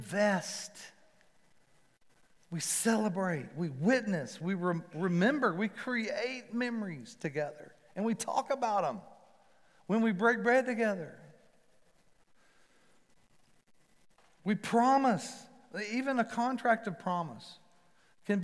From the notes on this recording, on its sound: Recorded live at The Fellowship at Mt Juliet on September 12, 2021. MJ campus.